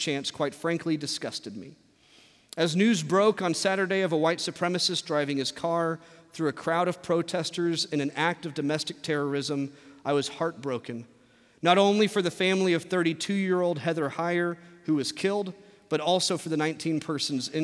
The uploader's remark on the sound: from our Traditional service in the Sanctuary